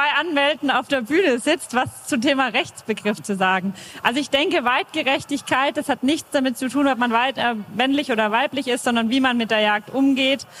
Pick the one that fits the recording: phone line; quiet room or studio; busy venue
busy venue